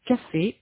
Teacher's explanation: Vous savez que toute consonne est produite par une interruption, totale ou partielle, du passage de l'air. Ici, l'interruption partielle est produite par la pression de la lèvre inférieure contre les dents supérieures · Cela est vrai également pour le fe du mot anglais café, mais dans le mot français, la pression est plus énergique, surtout plus précise, plus localisée et plus rapide